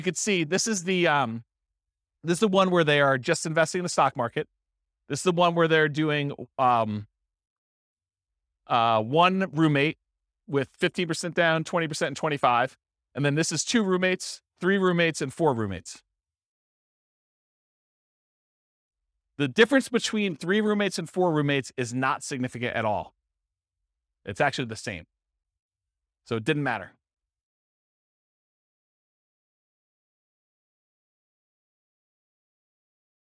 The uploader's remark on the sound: This was a live class recorded